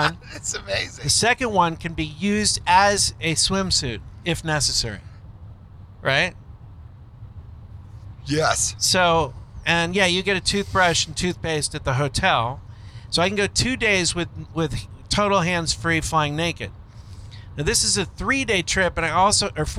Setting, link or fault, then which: setting, inside a vehicle